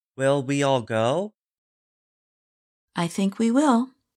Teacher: The speaker says the words go and will with more force or stress. If a word is stressed, English does not permit reduced or weak forms.